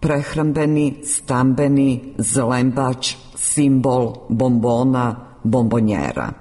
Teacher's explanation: Po glasovnoj promjeni jednačenje suglasnika po mjestu izgovora sonant n ispred dvousnenog b prelazi u dvousneno m